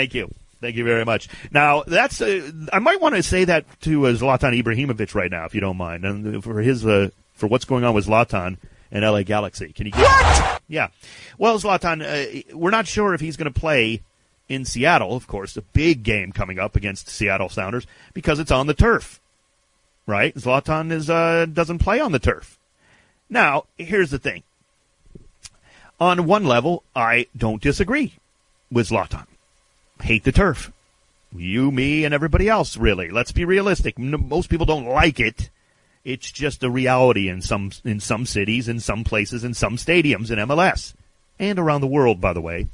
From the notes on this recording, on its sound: called in to talk